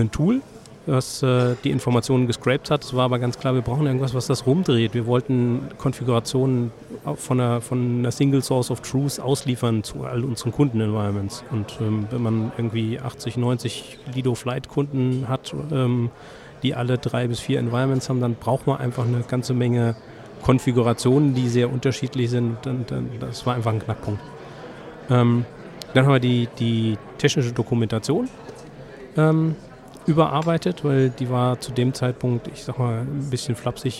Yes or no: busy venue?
yes